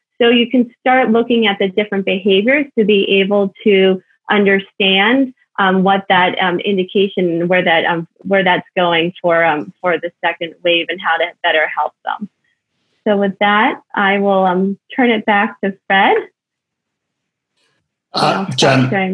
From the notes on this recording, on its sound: This panel discussion originally took place at BattleFin's Virtual Discovery Day event on July 22nd, 2020.